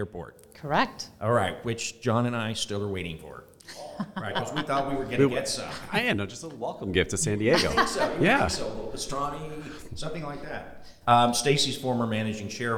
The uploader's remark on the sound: which was recorded at Ogletree Deakins’ national Workplace Strategies seminar